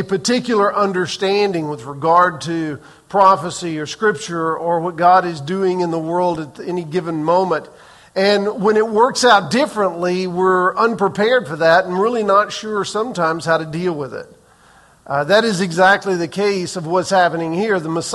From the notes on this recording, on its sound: Recorded on May 7, 2023 in the 8:15 am Worship Service